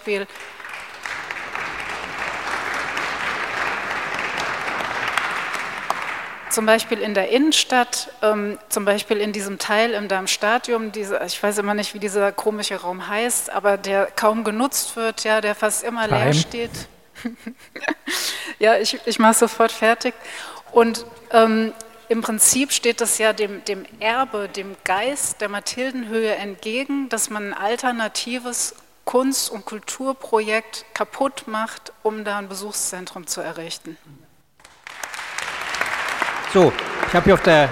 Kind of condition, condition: setting, live audience